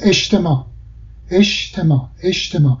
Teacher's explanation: خب که تی آی ش تلفظ میشه، علت داره، یک علت تغییر آوایی وجود داره. ما هم جیم قبل از ت رو نمیتونیم تلفظ بکنیم، ما این رو ش تلفظ میکنیم